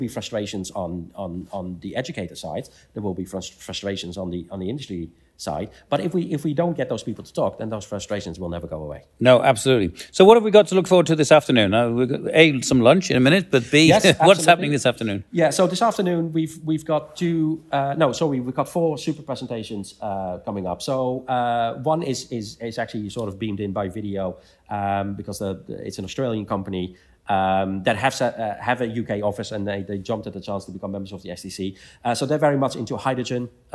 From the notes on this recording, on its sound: reports direct from STC's annual Innovation and Growth Conference